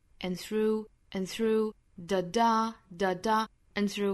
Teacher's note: through love comes calm 后面 and through 这个 and 需要做弱读，然后尾部的的省掉，然后 n 这样的发音就可以了，然后后面的 through 语调再上来